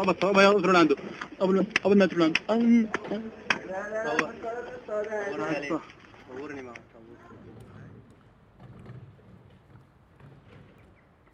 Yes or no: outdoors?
yes